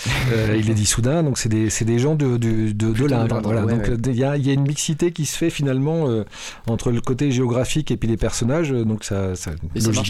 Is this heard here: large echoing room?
no